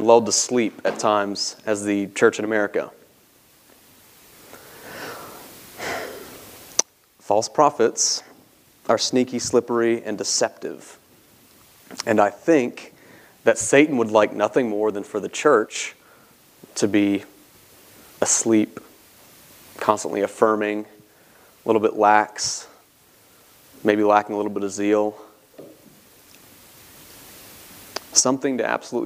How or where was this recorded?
large echoing room